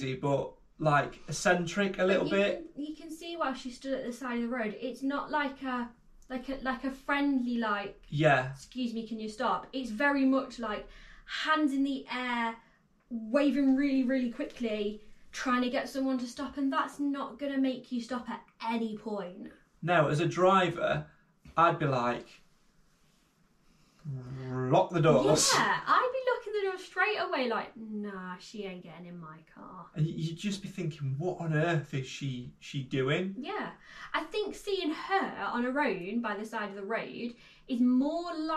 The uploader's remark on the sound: PLEASE NOTE: Due to a recording glitch. The audio is taken from our GoPro so will sound a little echo-y!